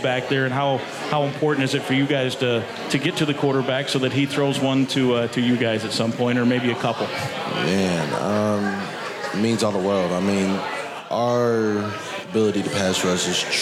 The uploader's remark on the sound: Live from HeadFlyer Brewery!